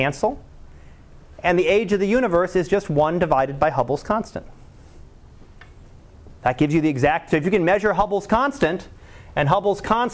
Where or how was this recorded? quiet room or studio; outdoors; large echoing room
large echoing room